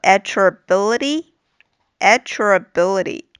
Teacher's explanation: 这个 at 和 your 中间可以连读一下，再就是读的时候这个 at 要弱读一些